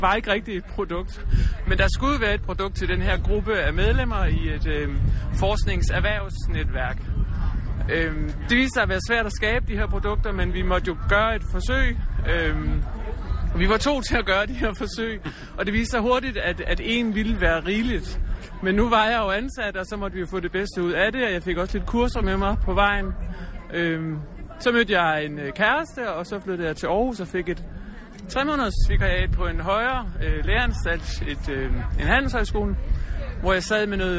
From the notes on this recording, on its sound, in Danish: Debatten blev optaget i Cordua og Stenos telt på Folkemødet